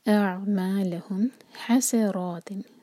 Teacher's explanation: سین پر وسل والا ساؤنڈ آنا چاہیے. حسرا، را ہیوی.